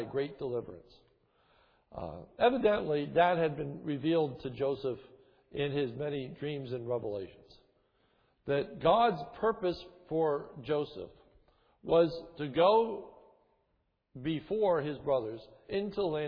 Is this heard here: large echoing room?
yes